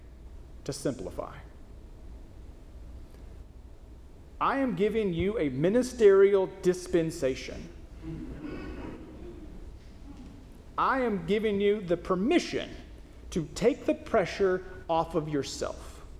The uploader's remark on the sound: First Christian Church (DOC), Longview, Tx